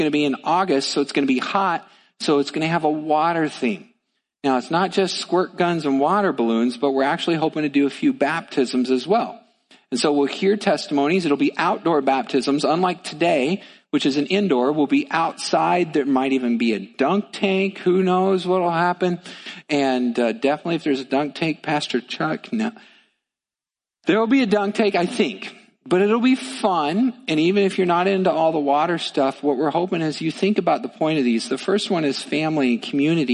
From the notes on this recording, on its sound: Midland Evangelical Free Church Sermon Audio